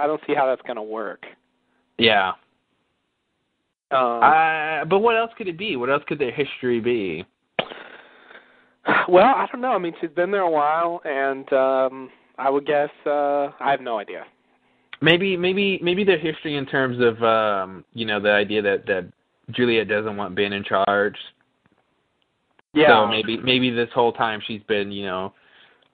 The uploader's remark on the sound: Recorded Live on Talkshoe